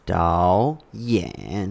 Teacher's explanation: They're both third tones, so you have to change the first one into the second tone, mm-hmm. so it's easier to pronounce.